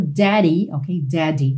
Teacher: no inglês americano, tipicamente você vai ouvir daddy rarara, aí nesses dois D's · Term: sotaque mais americanizado